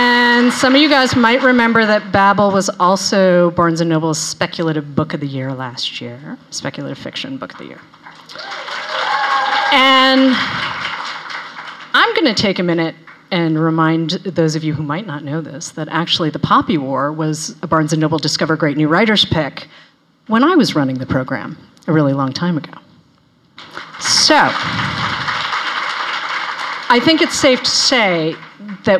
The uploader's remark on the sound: live at Barnes & Noble Union Square